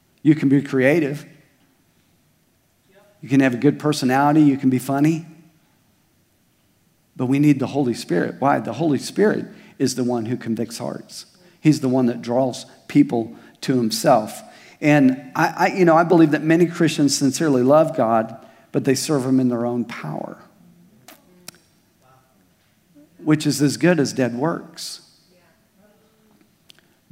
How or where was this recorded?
large echoing room